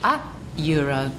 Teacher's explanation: once again, we've got the U sound, which is a consonant sound